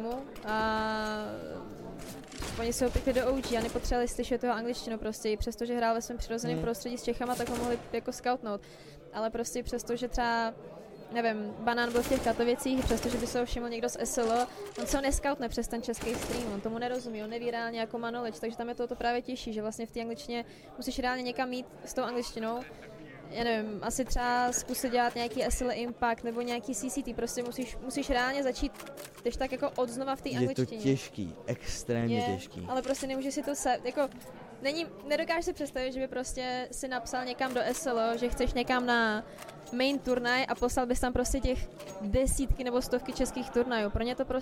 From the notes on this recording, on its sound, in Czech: Na RETAKE festivalu jsme živě rozebrali